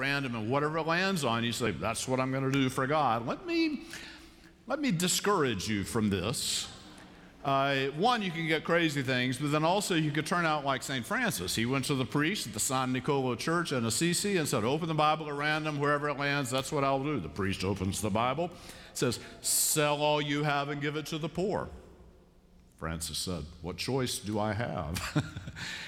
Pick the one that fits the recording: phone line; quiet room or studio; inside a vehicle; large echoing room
large echoing room